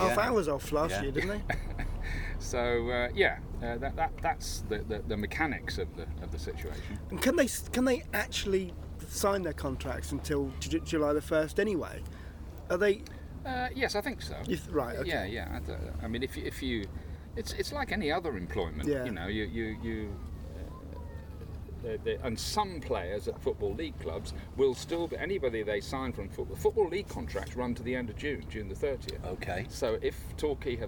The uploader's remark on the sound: headed down to the beach to record the podcast